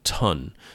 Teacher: And so the TH sound is kind of like the T that you would say in the English word ton, T-O-N, ton. So you can hear that there's a slight breathiness to the T there. The T without the H, it's kind of softer.